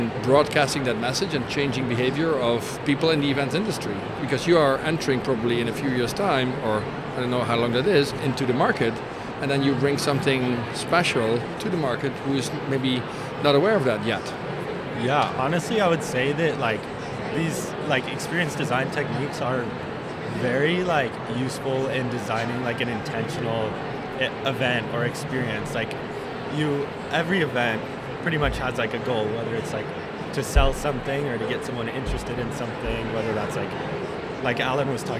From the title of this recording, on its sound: Live from #IMEXAmerica